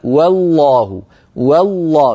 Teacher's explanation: بترقيق الواو وتفخيم اللام